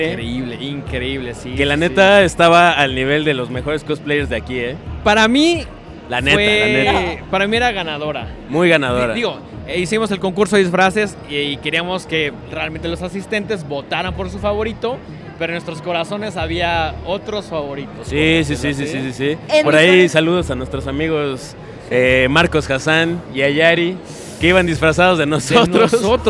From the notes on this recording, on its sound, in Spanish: Primer programa grabado desde la Mole.